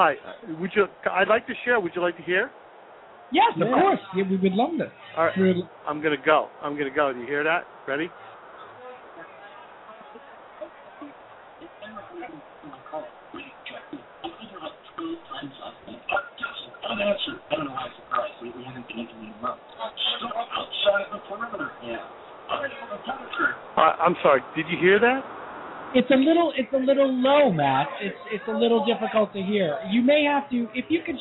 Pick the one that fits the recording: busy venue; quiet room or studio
busy venue